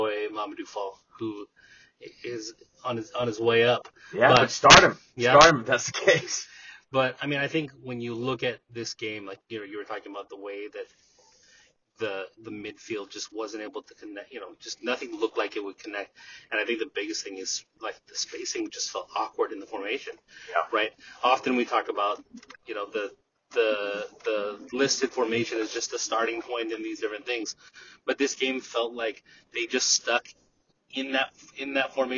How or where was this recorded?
inside a vehicle